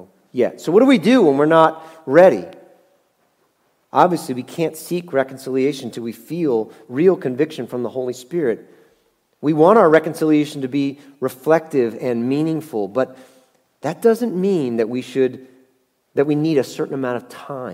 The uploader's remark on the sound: Message Preached at Valley Creek Church